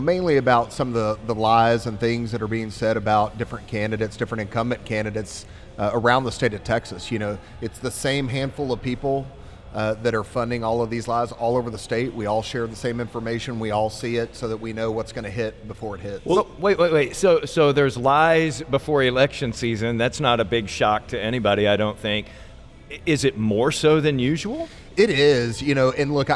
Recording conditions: busy venue